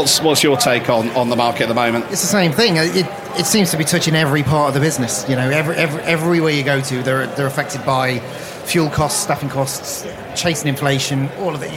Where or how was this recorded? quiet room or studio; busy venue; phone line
busy venue